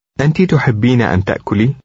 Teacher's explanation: Feminine forms that end in E don't drop the E sound at the end of a sentence.